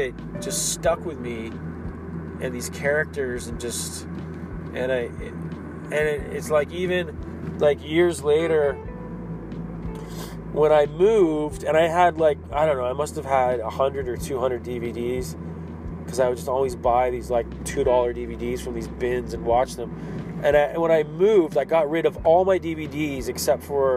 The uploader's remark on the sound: Driving and talking...